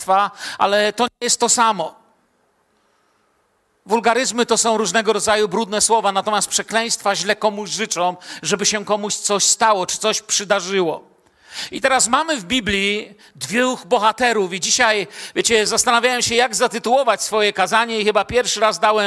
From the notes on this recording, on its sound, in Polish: Kazanie nagrano podczas nabożeństwa niedzielnego w Kościele „Filadelfia” Bielsko Biała.